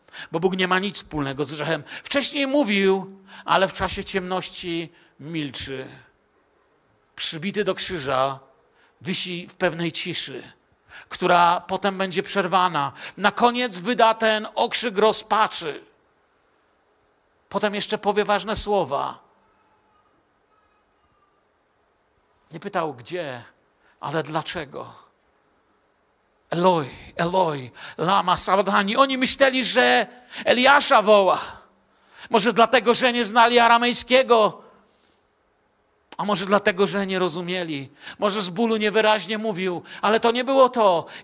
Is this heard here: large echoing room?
yes